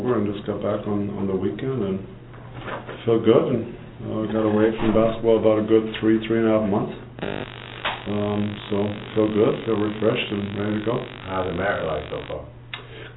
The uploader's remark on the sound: Live broadcast of the #2 team in the nation, the Desoto Eagles.